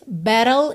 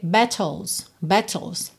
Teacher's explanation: E a gente tem realmente as duas possibilidades. Então, na primeira vez, battle, ele usou rarará para esses T's. Alright? Já quando está no plural embaixo, ele preferiu o T, battles.